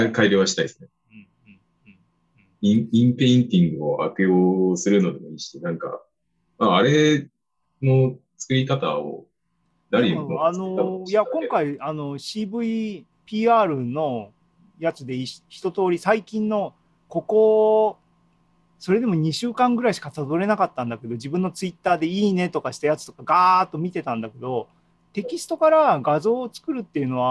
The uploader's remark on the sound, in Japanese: ZOOMライブの模様です。